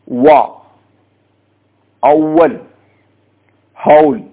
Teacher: രണ്ട് ചുണ്ടുകൾ വിടർത്തിക്കൊണ്ടാണ് ഈ വാവ് ഉച്ചരിക്കുന്നത്